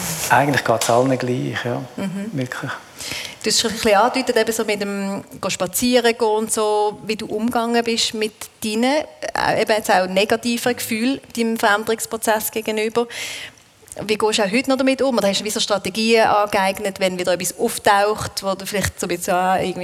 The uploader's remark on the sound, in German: Live-Episode. In unserer ersten Live-Podcast-Folge.